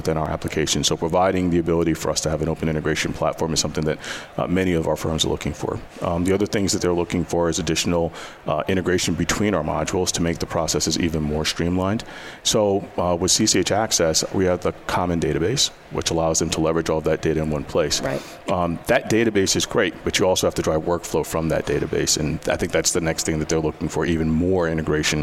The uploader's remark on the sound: Day 2 LIVE: AICPA ENGAGE